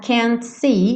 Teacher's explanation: Então ele poderia tranquilamente ligar can't see, ligar o T no S, can't see, e aí você não ouviria.